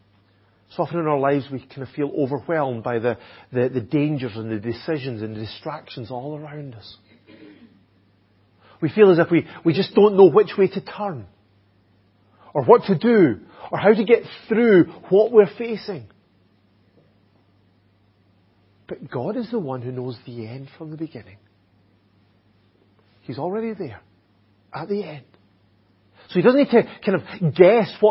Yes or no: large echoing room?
yes